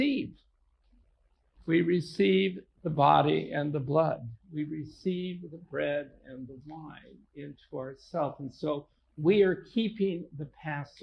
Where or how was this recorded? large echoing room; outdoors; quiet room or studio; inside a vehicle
large echoing room